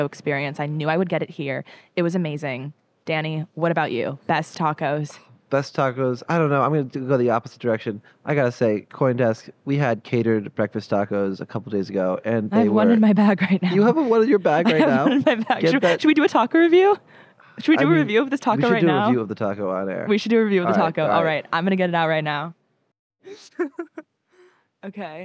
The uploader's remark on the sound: Live from Consensus 2023. Sit down for a live, in-person conversation on the breaking stories of Consensus 2023.